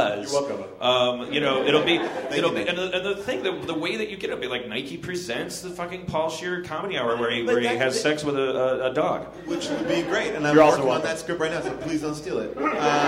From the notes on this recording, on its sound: Structure of a Sitcom and Rise of the Anti-Sitcom panel from ATX Television Festival.